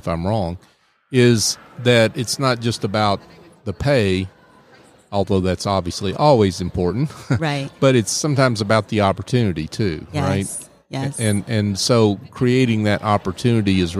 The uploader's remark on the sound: LIVE at the Business RadioX® remote at SOAHR 2023